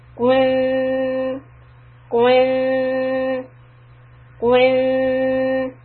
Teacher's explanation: The tongue here is not flat, it's curvy. But for the noon sound, I want to flatten the tongue so that the noon is soft